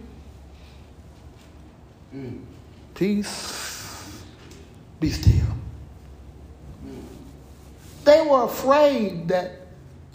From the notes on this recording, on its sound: Recorded live at Willowridge Baptist Church in Stafford, TX.